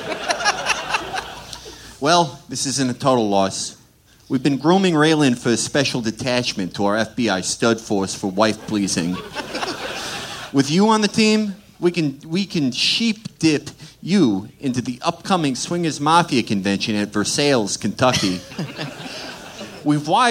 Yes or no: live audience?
yes